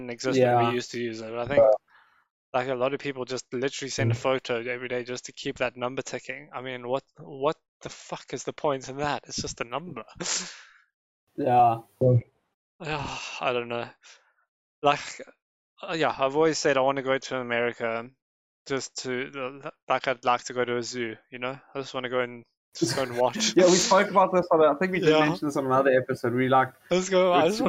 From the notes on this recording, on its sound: Apologies for the quality, tell the virus to leave us alone so we can make it better!